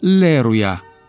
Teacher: L-ul intervocalic a suferit fenomenul de rotacizare, adică s-a transformat în R și a devenit Aleruia. Ulterior, A-ul neaccentuat inițial a căzut, fenomenul numit afereză